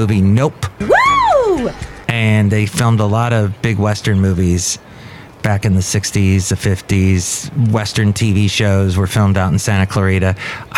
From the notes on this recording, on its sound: Podcasts live from Café Anyway.